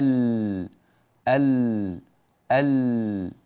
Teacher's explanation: أدنى كما لاحظنا دائما، أدنى يعني إلى الخارج قليلا، أدنى الحافة يعني آخرها قبل أن نصل إلى طرف اللسان، يخرج منه اللام. اللام تخرج من ما بين حافتي اللسان معا في الأمام قرب الطرف